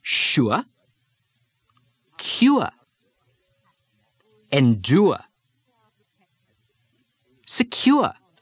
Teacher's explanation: The R drop from the oor sound leaves the diphthong ua